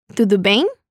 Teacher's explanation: cambiamos la O por la U en tudo y en bem agregamos una I después de la E.